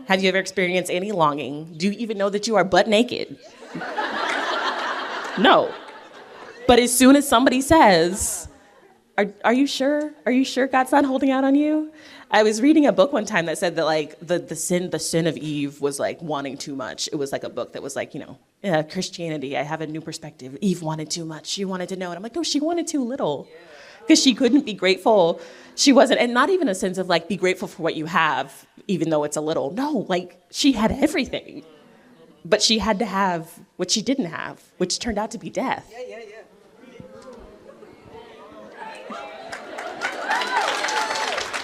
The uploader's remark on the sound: Recorded live at TGCW22 in Indianapolis.